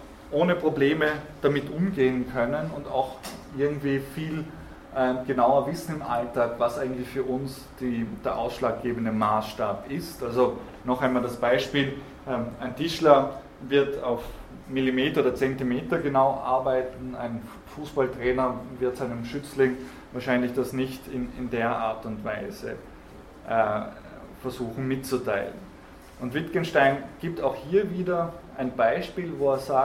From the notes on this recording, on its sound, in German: Diese Vorlesung wurde von Studierenden aufgenommen